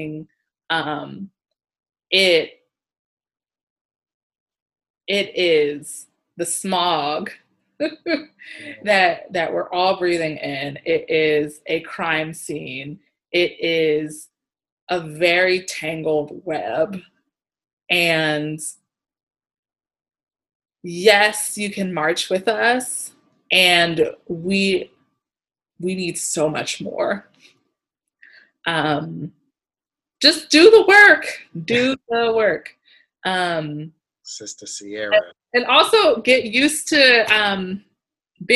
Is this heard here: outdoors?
no